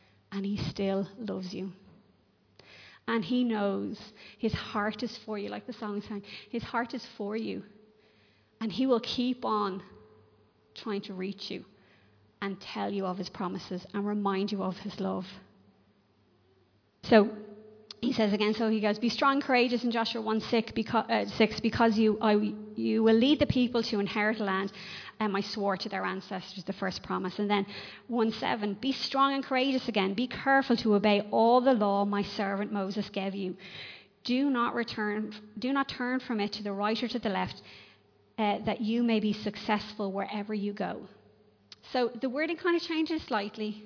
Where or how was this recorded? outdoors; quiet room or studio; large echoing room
large echoing room